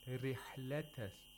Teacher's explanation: The ra in rihla has a kasra. So it should be pronounced. It should be pronounced with thinness, with tawqiq, with an empty mouth, like you said.